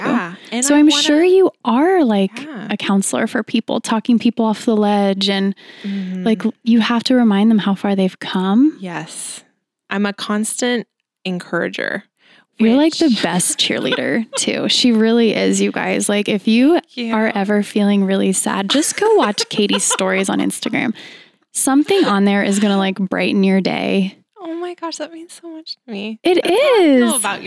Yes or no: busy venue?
no